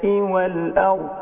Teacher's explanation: والراء هنا مفخمة عشان ساكنة ما قبلها مفتوح